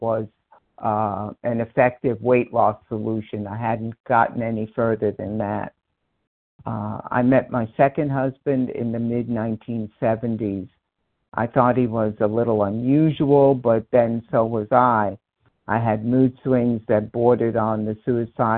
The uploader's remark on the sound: 100 Pounders Phone Meeting.